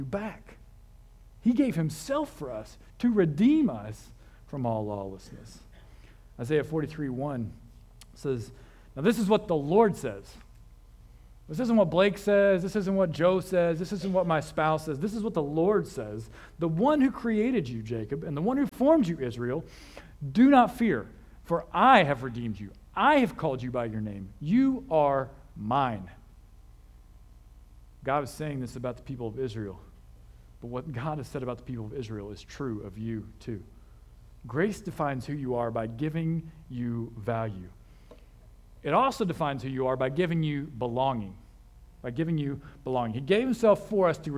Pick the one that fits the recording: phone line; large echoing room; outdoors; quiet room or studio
large echoing room